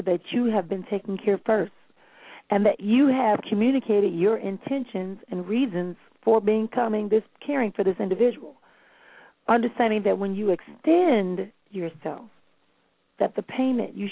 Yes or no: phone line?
yes